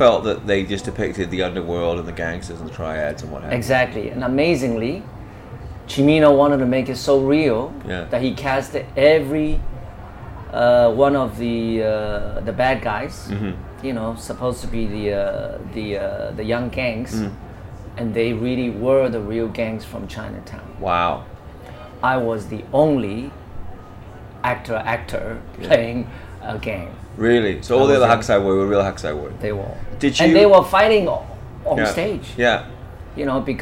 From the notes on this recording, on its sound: Recorded live at the best jazz bar in Hong Kong, Orange Peel!